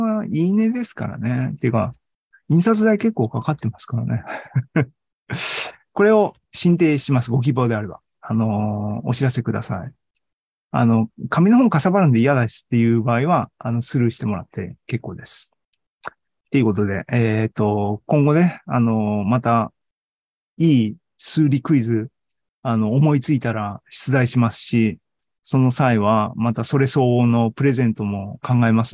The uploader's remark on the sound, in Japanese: ZENKEI AI ポッドキャスト、シーズン３６は２０２２年１２月２１日に開催した ZOOMライブの模様です。